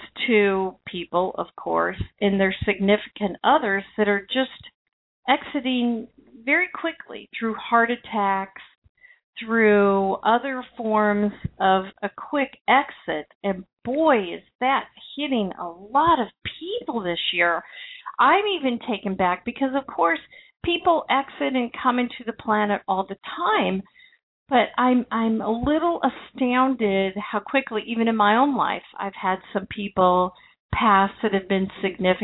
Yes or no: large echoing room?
no